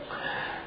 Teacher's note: جهرة الجيم والهاء مرققتان، الراء مفتوحة مفخمة. كلمة جهرة آخرها تاء مربوطة، توصل تاء ويوقف عليها بالهاء.